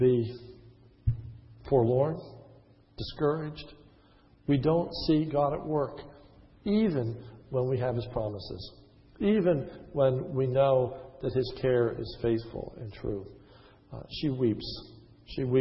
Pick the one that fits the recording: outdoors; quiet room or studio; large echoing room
large echoing room